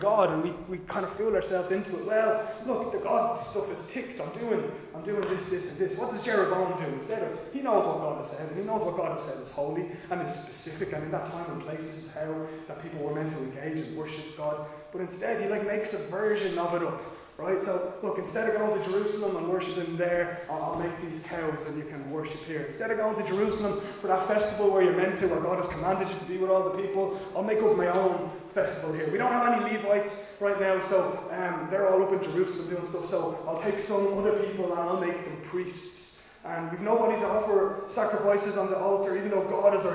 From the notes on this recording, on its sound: Recorded live in Liberty Church on 6 March 2022